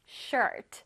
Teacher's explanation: R이 있기 때문에 혓바닥이 어디 있어요? 앞에 있어요? 뒤에 있어요? 그렇죠. 뒤에 있어야 돼.